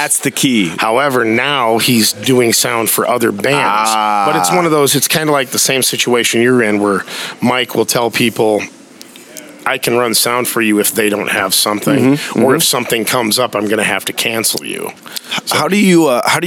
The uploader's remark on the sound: Live from the Eagles Club